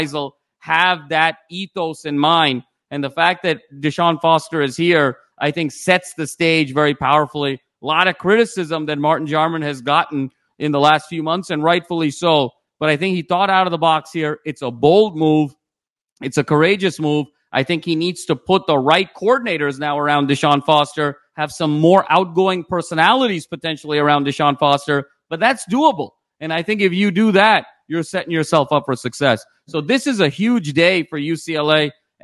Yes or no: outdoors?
no